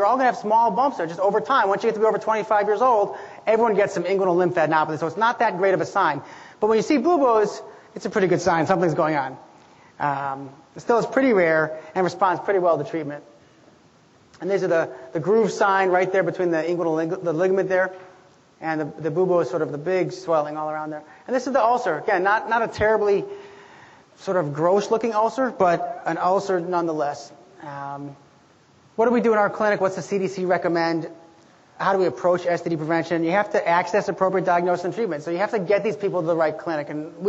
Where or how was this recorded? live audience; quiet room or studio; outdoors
live audience